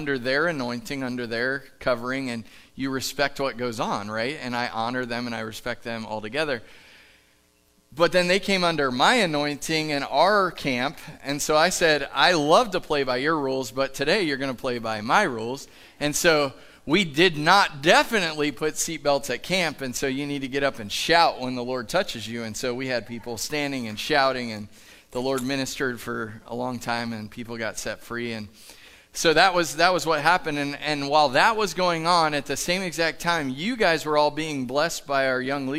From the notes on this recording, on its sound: Live from The Summit Church in Dover, OH